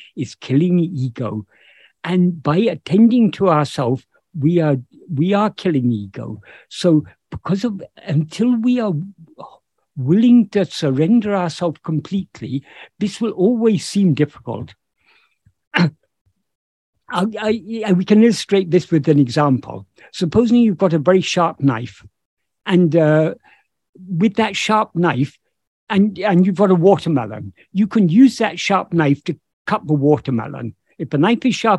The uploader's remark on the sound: In a Zoom meeting of the ‘Ramana Maharshi Foundation UK’ on 20th August 2022. This second portion of the meeting is posted here as this episode.